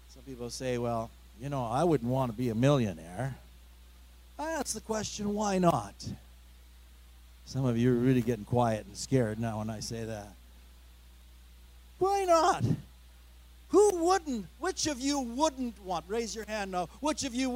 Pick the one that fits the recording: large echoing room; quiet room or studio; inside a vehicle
large echoing room